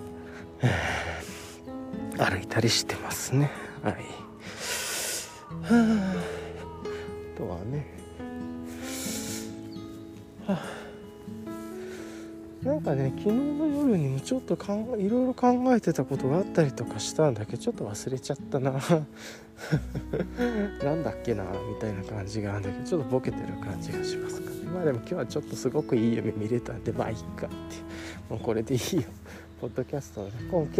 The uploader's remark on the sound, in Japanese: ボイスメモ 録音#1000。約15の断片。